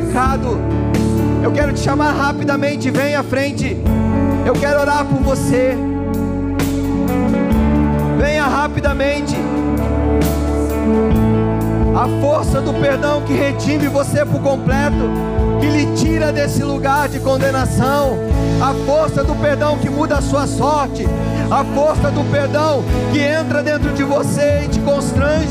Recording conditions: large echoing room